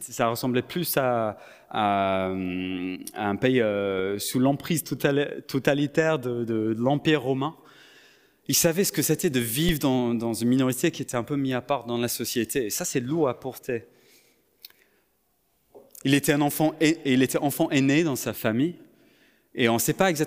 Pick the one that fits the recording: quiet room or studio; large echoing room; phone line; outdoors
large echoing room